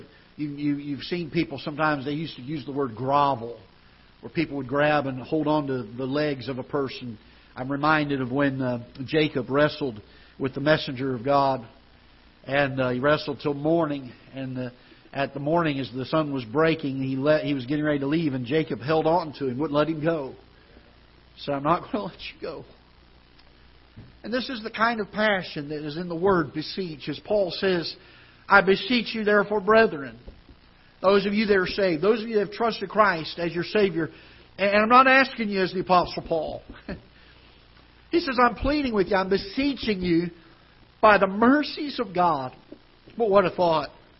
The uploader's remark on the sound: Ketha Heights Baptist Church ~ Live Broadcast